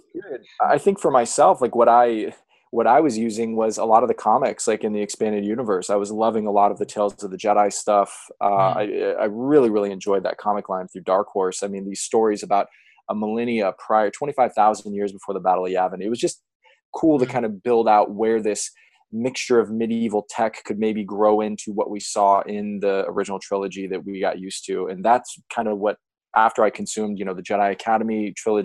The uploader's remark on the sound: This episode was recorded remotely via Zoom and as such the sound quality may not be up to the usual high standards of the podcast recorded in the studio.